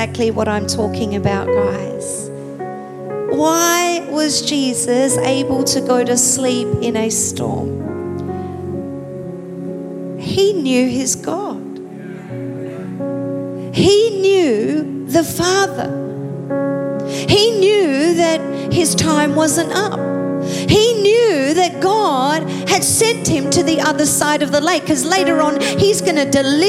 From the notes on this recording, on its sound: Recorded live at Planetshakers Church (Melbourne)